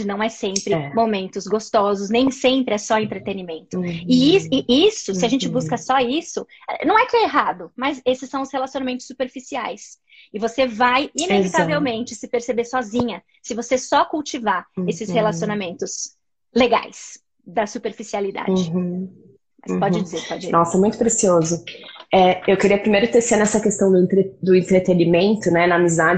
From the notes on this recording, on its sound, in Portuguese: uma live no seu Instagram regada a café